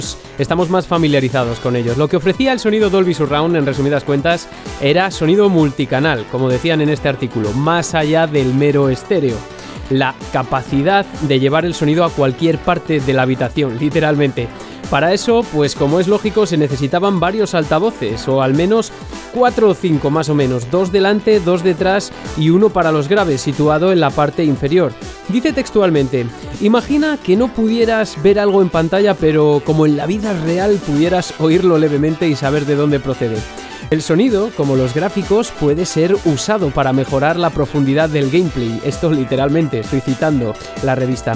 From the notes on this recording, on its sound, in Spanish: este programa se ha grabado en UN ARCADE CENTER REAL